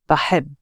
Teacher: you've got to settle on the final b because it's a double sound